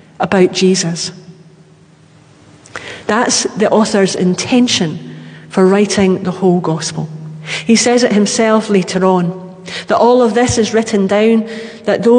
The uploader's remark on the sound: Live from The Old Kirk. Live stream of our service in the Old Kirk.